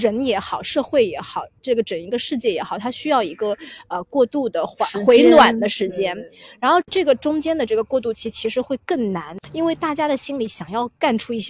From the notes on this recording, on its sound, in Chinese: 本期录制在户外大草坪，和大家一起沐浴阳光感受微风